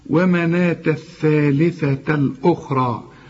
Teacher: طلع لسانك في الثاء الأولى والثاء طبعا الثانية